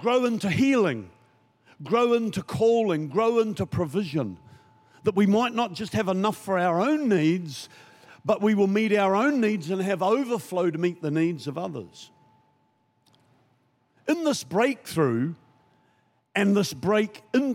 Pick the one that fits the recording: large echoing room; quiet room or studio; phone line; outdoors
large echoing room